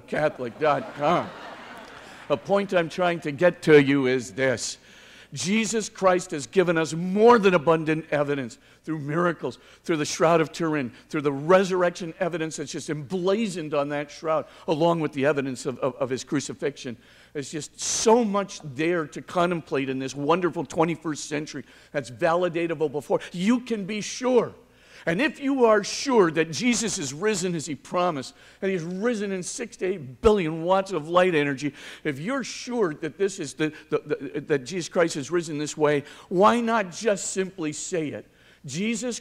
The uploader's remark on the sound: 2019 Commencement Address